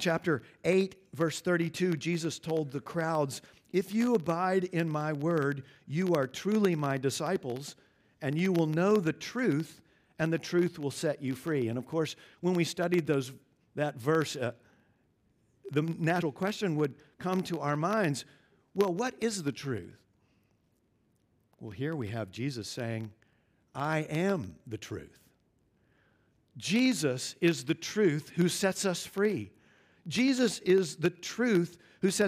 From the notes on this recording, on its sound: at Covenant Hope Church in Dubai, UAE